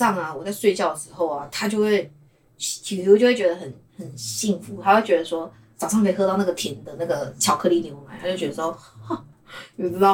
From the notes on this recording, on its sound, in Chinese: 收音若不佳請包涵